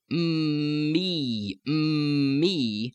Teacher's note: If you do the word me with the m and the e, me, me, you'll find the same thing happening. The M will flow air through the nose, and the E will come through the mouth.